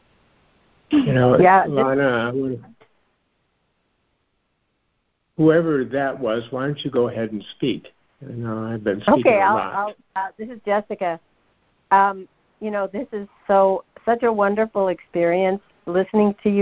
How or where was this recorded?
phone line